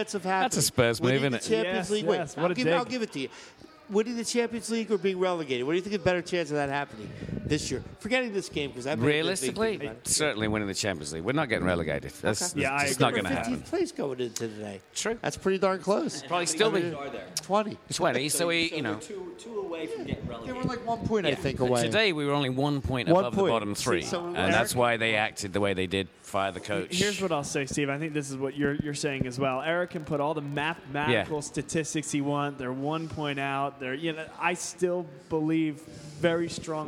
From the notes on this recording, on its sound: In this Vuvu Soccer Show we were live from Villa Capri in Doylestown, a great soccer pub!